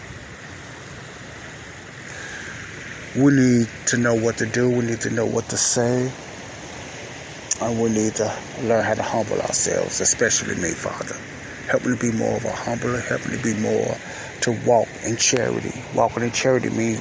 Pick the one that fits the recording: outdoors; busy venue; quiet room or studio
outdoors